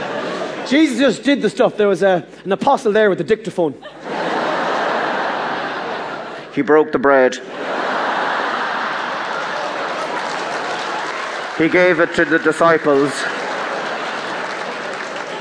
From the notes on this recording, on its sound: The Comedian's Cut: Live at Vicar Street. Format: Original Recording. Publisher: Redbush Entertainment.